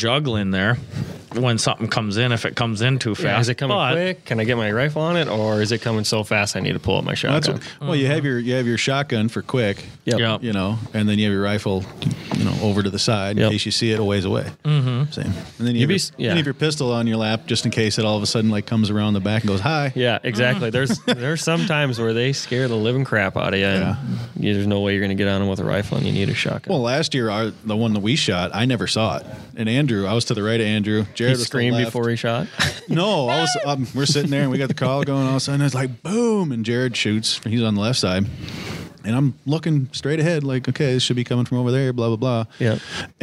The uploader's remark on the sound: We our on location with the board members for the West Metro Coyote Tournament